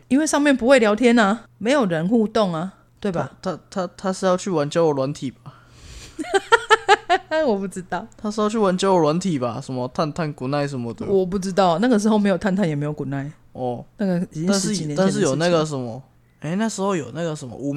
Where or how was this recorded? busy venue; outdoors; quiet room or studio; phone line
quiet room or studio